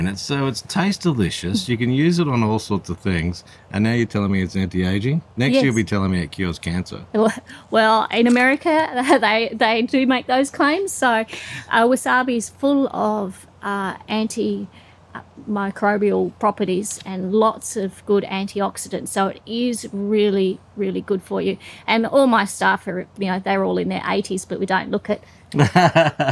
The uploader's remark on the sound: Smack bang in the middle of the farm, we sat down and recorded